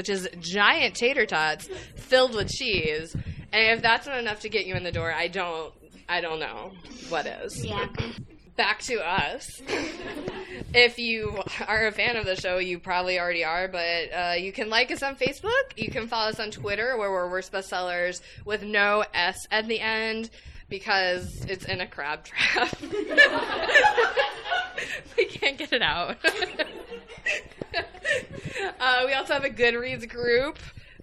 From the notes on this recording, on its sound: A special live episode recorded at Trident Booksellers & Cafe in Boston! LIVE at Trident Booksellers! A special live episode recorded at Trident Booksellers & Cafe in Boston! Thanks again to Trident for having us and to everyone who turned out to see our live show!